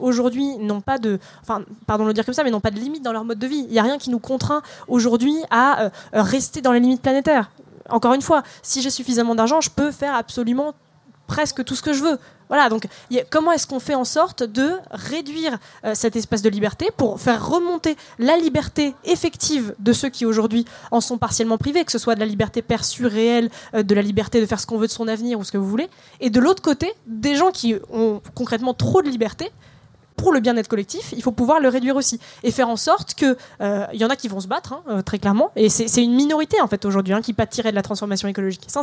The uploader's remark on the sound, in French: Conférence enregistrée en public à la REcyclerie, lors du 1er Schnocks Festival.